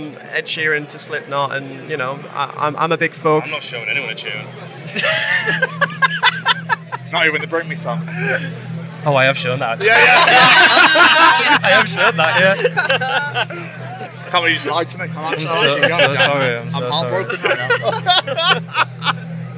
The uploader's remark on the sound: From our 'Live from Bloodstock 2023' series.